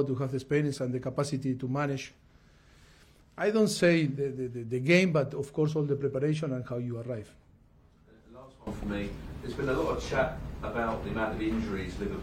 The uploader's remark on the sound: Gives his pre-match press conference ahead of the Carabao Cup final against Liverpool.